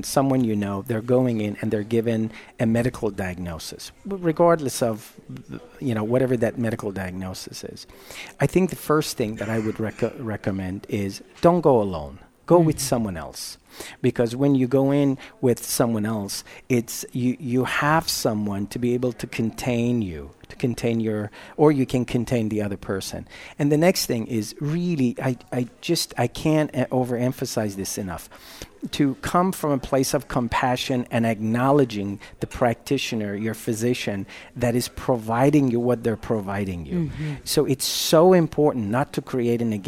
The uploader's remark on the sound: Broadcast day 2 Live form the Largest Women's conference in the USA! We will be live for 2 days bringing you all the event action, keynote speakers and VoiceAmerica hosts.